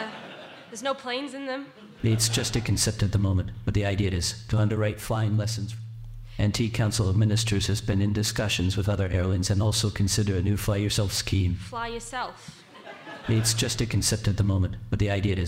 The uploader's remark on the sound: live from The Peel Centenary Centre.